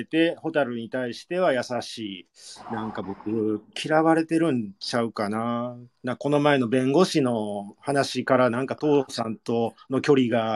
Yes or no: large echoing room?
no